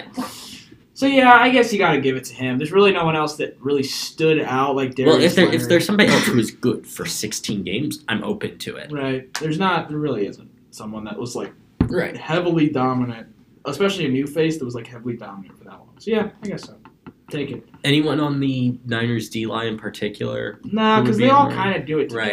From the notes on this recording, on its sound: due to some *technical* difficulties this is a bit of a strange one